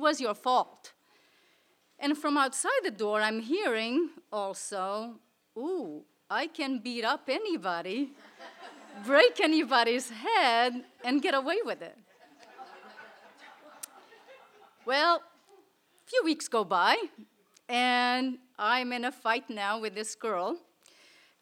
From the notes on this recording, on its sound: Recorded in front on a live audience on August 31st, 2016 at Payomet Center for the Performing Arts in Truro, Cape Cod.